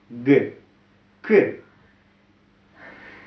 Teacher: эти вот согласные, они называются заднеязычные · Спинка языка поднялась к небу.